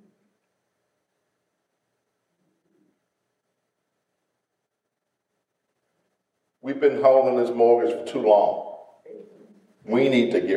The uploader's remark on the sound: In a sermon recorded live on Sunday, January 2nd at Greater Saint Peter